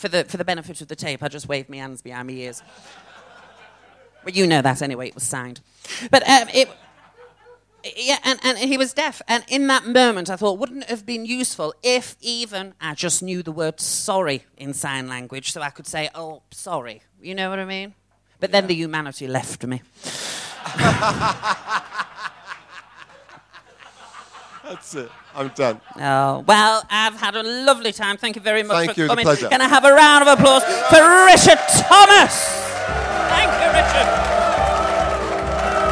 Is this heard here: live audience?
yes